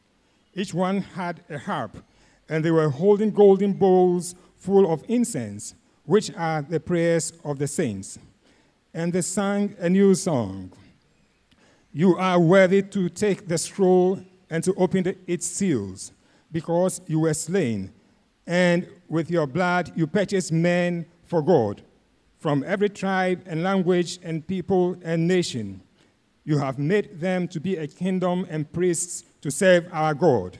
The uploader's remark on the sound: Sermon preached at CBC Adabraka Campus